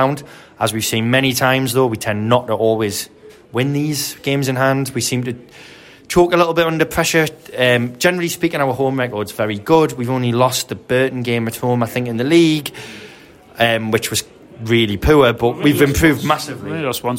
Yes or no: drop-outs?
no